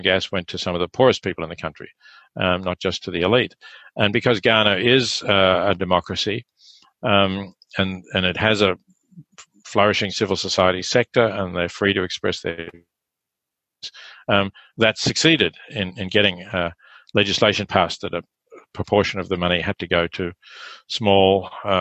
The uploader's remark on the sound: This is a recording of a video-chat Q&amp;A session. This is a recording of a video-chat Q&A session. Hosted by the Effective Altruism University of Melbourne club.